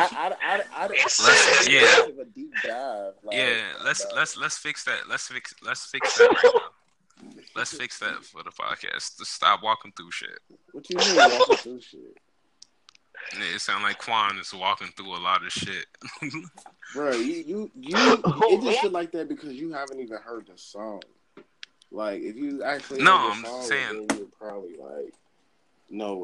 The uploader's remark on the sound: We recorded this episode via WiFi so the audio isn’t ideal.